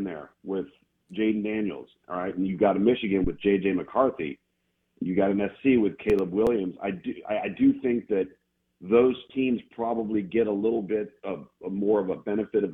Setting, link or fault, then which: link, phone line